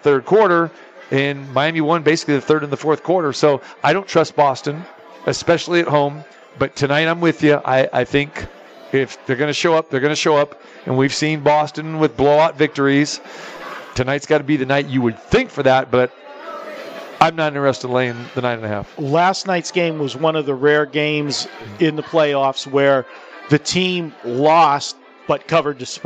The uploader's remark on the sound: Live From The Super Book at the Westgate Las Vegas